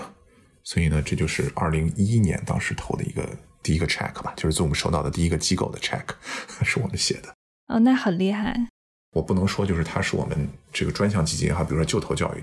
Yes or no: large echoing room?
no